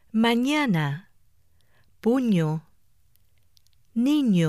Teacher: The ñ is pronounced by pressing the middle part of the tongue against the roof of the mouth or palate. Its sound is similar to the ny sound in the English word onion.